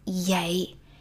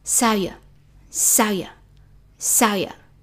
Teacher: we write vậy, we pronounce yay. So V like a Y sound, and also it's very weak, so it sounds like Saya, saya, saya.